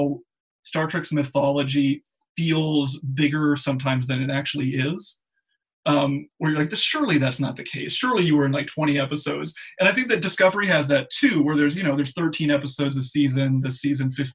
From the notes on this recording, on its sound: Please note this episode was recorded remotely via Zoom and as such the sound quality may not be up to the usual standards of the podcast taped in the studio.